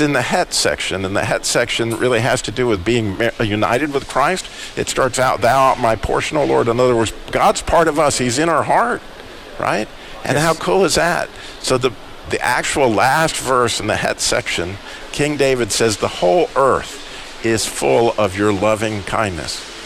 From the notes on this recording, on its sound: Live Today from The Butcher Block in Downtown Winston Salem. Live Today from The Butcher Block in Downtown Winston Salem.